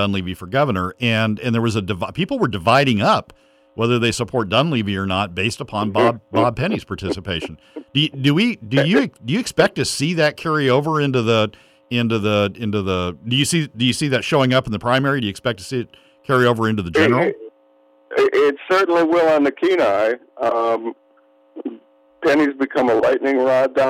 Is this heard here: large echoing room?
no